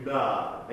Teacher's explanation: この A は長母音ですので、どうぞグナーって言わずにお腹の方から A と出してあげてください